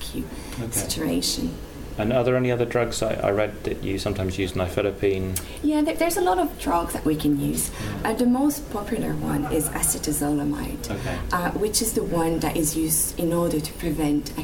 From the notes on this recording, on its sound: Recorded at the 2014 British Cardiovascular Society meeting in Manchester